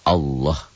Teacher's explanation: Yang pertama tabkhim, tebel, tebal. Lafadz Allah dibaca tabkhim tebal berbunyi Allah seperti bunyi O. Bila didahului oleh huruf yang berbaris fathah atau dhammah.